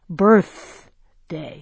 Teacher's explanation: there was a puff of air at the end of the first syllable, enough to have blown out a birthday candle.